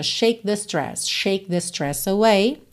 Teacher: no shake você nem ouve o K